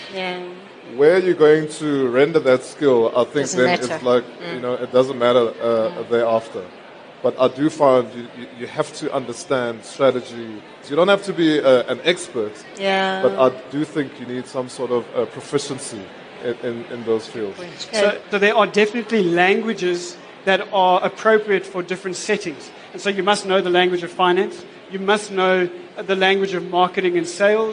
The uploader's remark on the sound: Our #FutureCEOs audience got to do just that during this interactive Career Advancement Masterclass, during LeaderEx 2016 at Sandton Convention Centre.